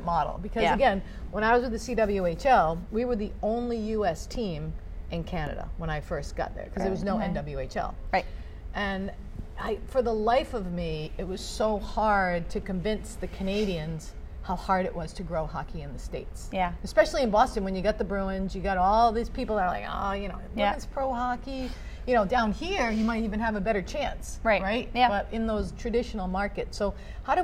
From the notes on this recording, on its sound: Live from AdventHealth Center Ice